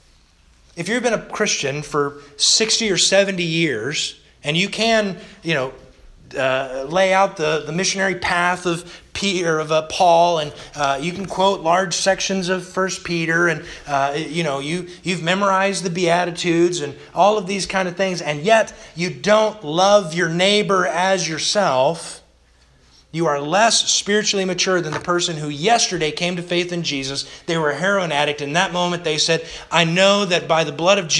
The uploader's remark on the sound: Sermon delivered August 15th, 2021 to the Galena Bible Church